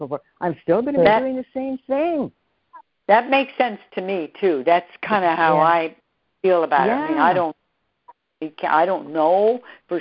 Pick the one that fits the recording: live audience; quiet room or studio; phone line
phone line